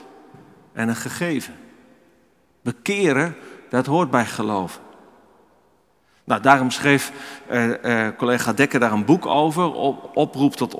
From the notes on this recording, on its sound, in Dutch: Opgenomen in de Noorderkerk te Amsterdam.